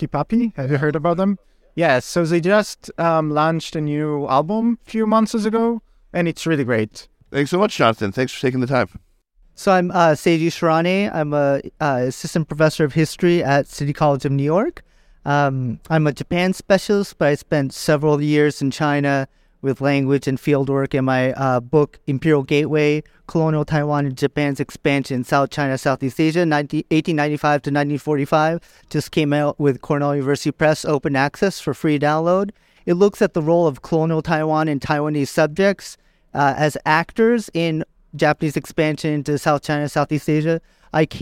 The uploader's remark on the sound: Sinica at the Association for Asian Studies conference, Boston 2023. Capsule interviews.